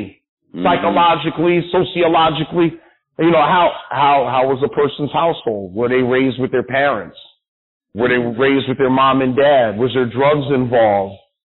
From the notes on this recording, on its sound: a phone interview